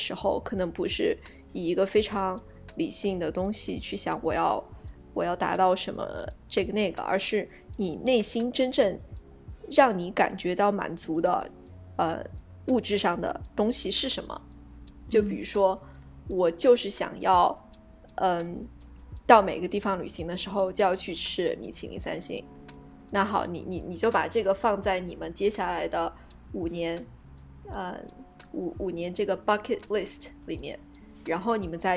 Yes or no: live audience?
no